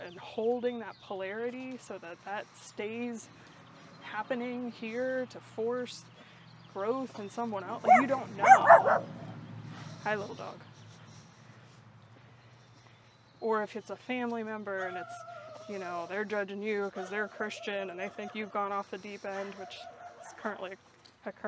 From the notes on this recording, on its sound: Listen in as we walk and talk.